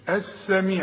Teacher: بتتحول اللام الى ايه؟ الى سين، السميع، ما قلتش السميع، والالف همزة الوصل دي بتلغى، ما احنا بنقول اذا كانت بين كلمتين، وهو السميع العليم، العليم كلها مرققة. · Term: اللام الشمسية